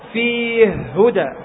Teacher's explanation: مثلا فيه هدى، هو ما يقرأ مثلنا فيه هدى، يقرأ فيه هدى، فيدغم الهاء الأولى المكسورة بالهاء المتحركة · Term: الإدغام الكبير